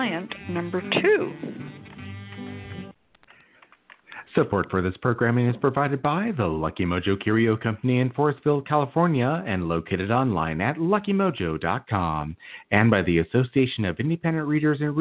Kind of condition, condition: link, phone line